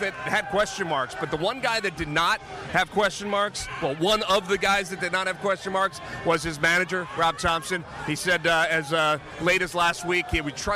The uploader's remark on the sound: Live from the Phillies clubhouse following the team's 7-1 over the Marlins to clinch an NLDS berth.